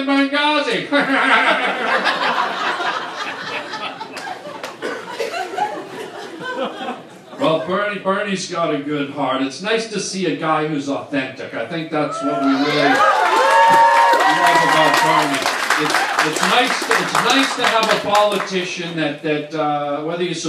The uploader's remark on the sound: stand up at BERNIE SANDERS rally